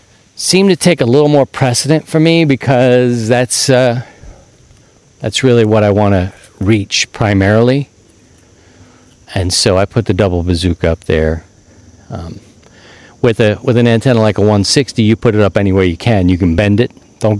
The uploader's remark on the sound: This week, we're back outside